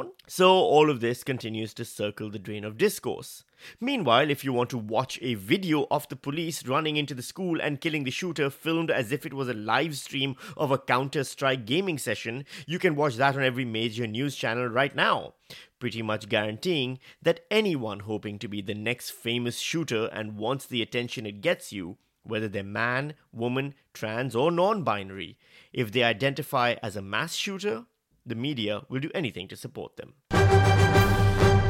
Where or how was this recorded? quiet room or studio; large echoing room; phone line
quiet room or studio